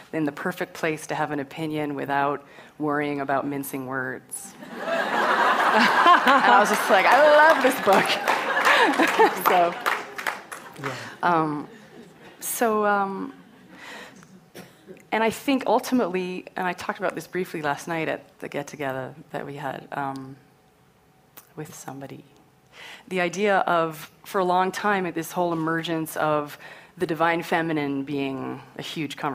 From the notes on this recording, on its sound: Recorded live at the 2013 Emerging Women conference.